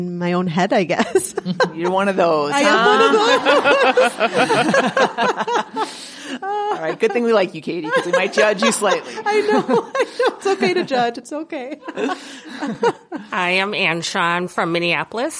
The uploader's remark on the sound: Recording in front of an audience at the Twin Cities Marathon expo, the hosts hop right into the conversation with the guest.